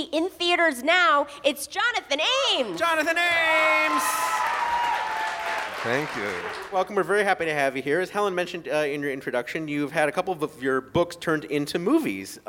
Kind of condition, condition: setting, busy venue